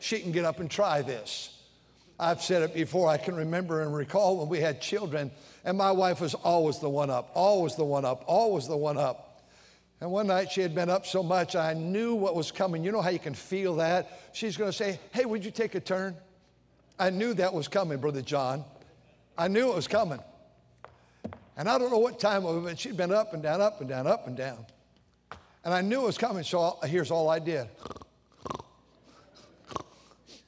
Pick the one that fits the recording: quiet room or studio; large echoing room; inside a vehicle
large echoing room